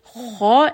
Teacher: Kha is heavy. Back of the tongue is raised.